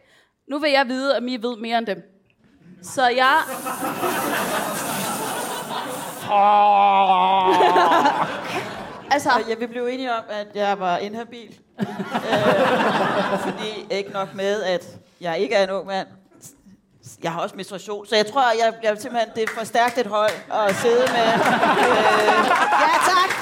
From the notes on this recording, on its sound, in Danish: Afsnittet er optaget live på Comedy Zoo